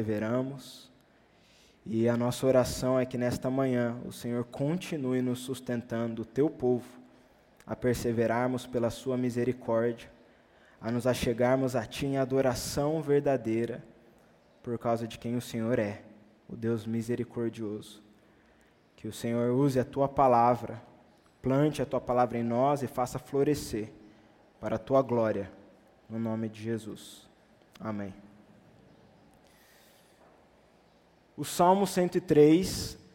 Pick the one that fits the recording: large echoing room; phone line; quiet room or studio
large echoing room